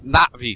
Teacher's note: Get that glottal stop. That apostrophe means something here.